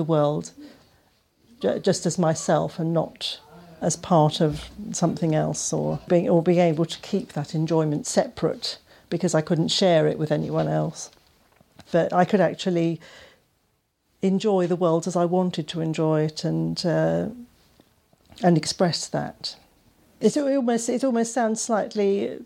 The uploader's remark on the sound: Visited The Poetry Exchange at Greyfriars Chapel in Canterbury as part of Wise Words Festival in September 2015. We’re very grateful to Wise Words Festival and Workers of Art for hosting and supporting The Poetry Exchange.